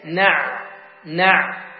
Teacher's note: تخرج العين من وسط الحلق